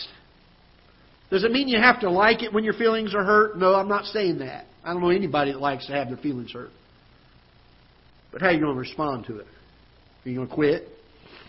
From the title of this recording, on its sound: Ketha Heights Baptist Church ~ Live Broadcast